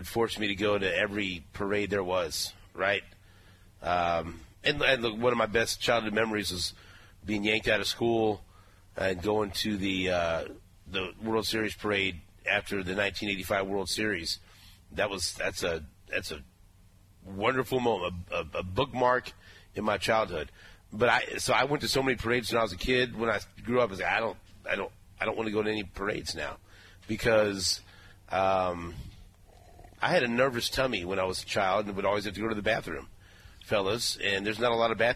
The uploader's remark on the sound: Super Bowl Parade Day. Broadcasting on location of the parade route.